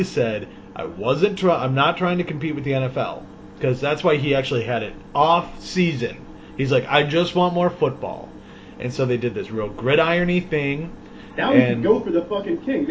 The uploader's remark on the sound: The audio is a little off this week.